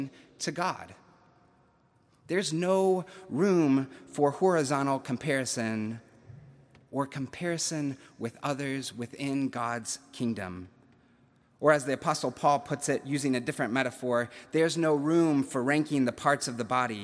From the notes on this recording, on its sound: September 19, 2021, at Duke University Chapel.